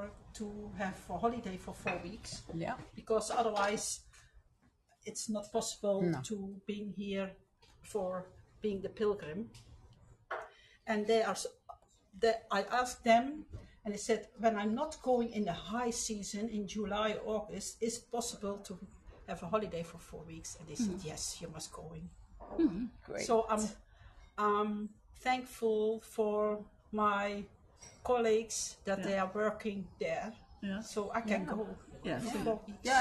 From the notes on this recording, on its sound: Live from Selånger Pilgrimcenter.